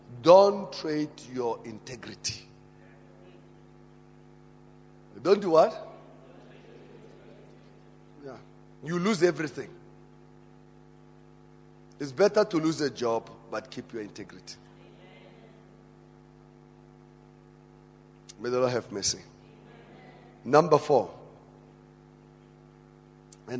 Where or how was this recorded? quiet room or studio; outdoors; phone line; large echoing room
large echoing room